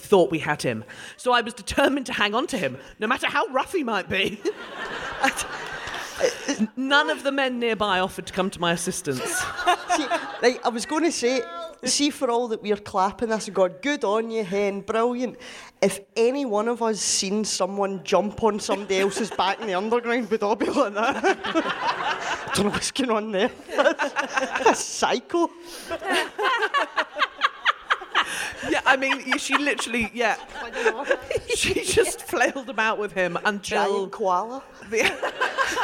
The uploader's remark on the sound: We're back in Edinburgh for another fantastic episode of DWSC from their amazing sell-out run at the Fringe! Today's packed audience were in for a treat. We then hear from a member of the audience.